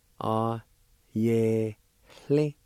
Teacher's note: First part is pronounced like this. Right before the L sound, toward the end of the word, there's a faint H sound